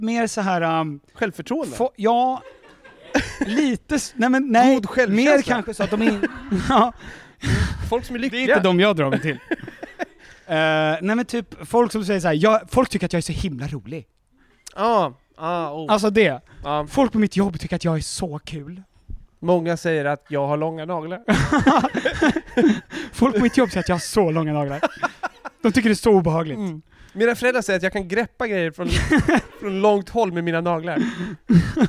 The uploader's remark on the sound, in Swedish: I samarbete med SOFACOMPANY gör vi en LIVEPODD inför 60 glada åskådare på deras showroom i Stockholm!